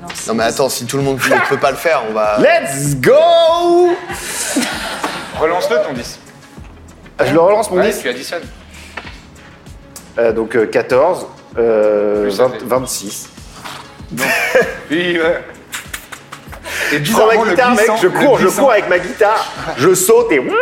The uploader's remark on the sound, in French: Événement en public avec le Forum des Images, qui nous a accueilli·e·s dans sa plus belle et grande salle. Son - Forum des Images.